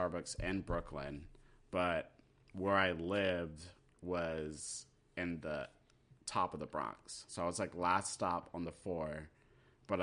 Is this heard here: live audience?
no